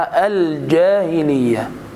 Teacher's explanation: يبقى انت تشد الجيم ومن وسط اللسان هكذا · Term: الجيم الفصحى